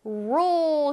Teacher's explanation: 룰 아니고 rule. 혓바닥을 뒤에서부터 말아서 rule.